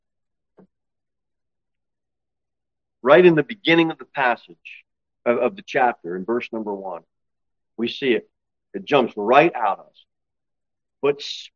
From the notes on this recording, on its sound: Sermon delivered at Pilgrim Baptist Church on Sunday, August 6, 2023